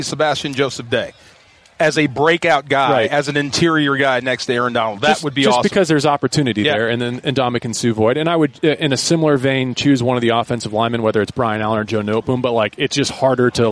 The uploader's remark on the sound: live from Rams training camp.